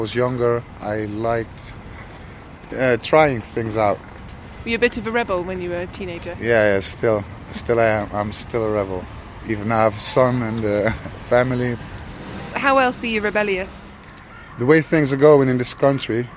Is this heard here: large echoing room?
no